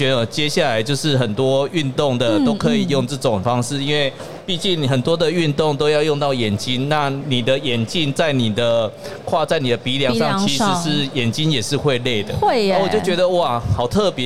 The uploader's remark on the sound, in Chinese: 2022 Taipei Cycle台北國際自行車展-Live Podcast。現場LIVE為台灣自行車乾杯！